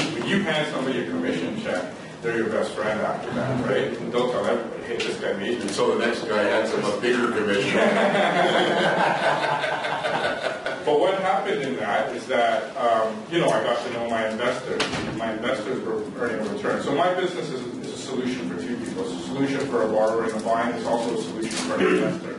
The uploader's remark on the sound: The Niche Agent hosts an amazing ReBarCamp event and we share the session with our listeners. They shared their insights and wisdom with the audience.